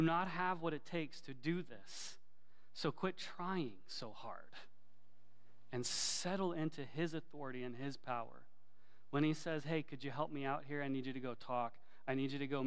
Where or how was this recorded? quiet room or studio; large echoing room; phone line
large echoing room